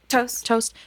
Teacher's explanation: There's a slight stutter with the T sound